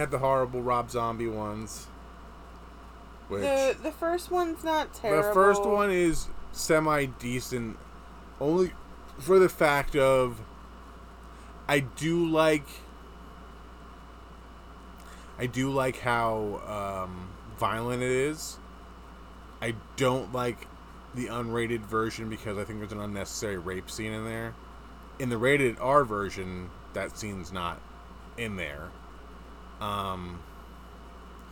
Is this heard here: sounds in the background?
yes